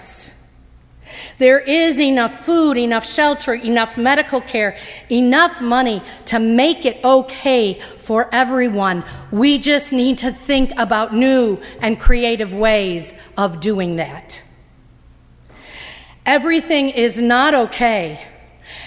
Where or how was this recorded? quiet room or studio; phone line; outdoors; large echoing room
large echoing room